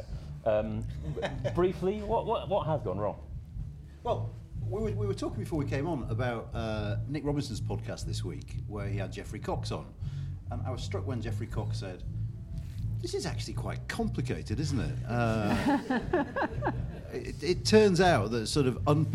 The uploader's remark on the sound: Brexit Breakdown LIVE episode at Podcast Live.